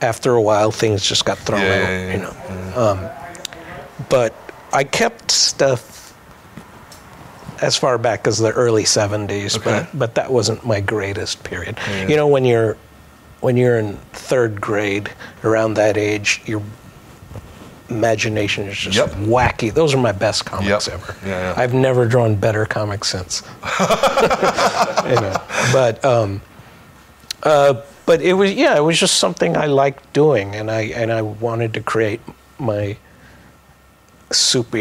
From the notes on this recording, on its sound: This was taken from a live show.